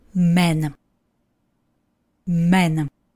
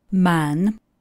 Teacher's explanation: V pravopise vidíte, že A se změní na E a zrovna tak se i čte, v tomto případě jako čisté E. · Shown in: first take